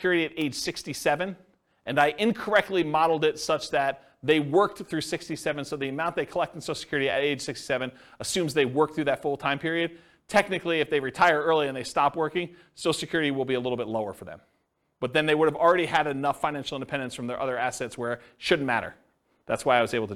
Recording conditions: live audience